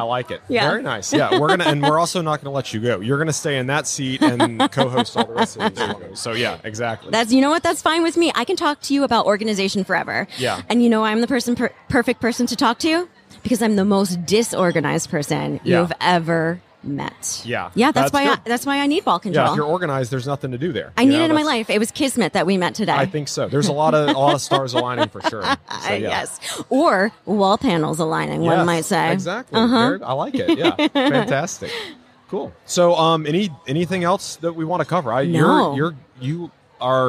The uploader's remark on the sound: LIVE from HAVEN 2022. The Wall Control booth at HAVEN 2022.